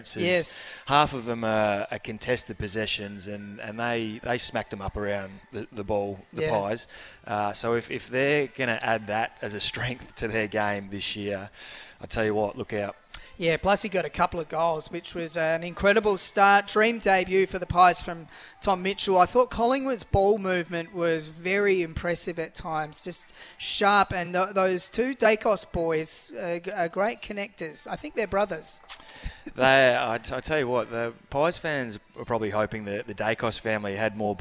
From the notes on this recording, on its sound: On location this morning at Harbour Town Shopping centre looking after an Audi G5 thanks to Audi Solitaire.